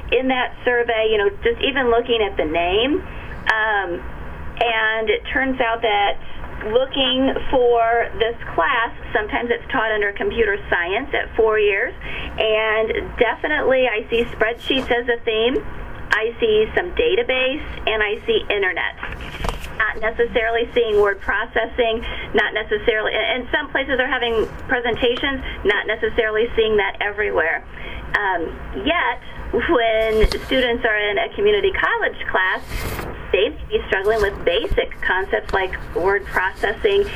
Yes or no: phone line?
yes